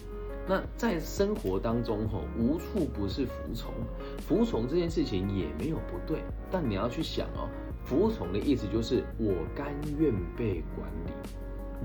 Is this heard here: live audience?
no